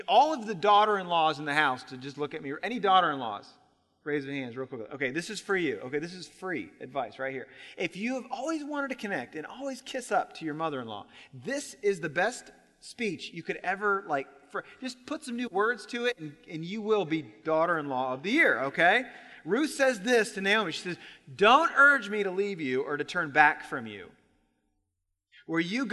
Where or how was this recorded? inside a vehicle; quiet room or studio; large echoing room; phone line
large echoing room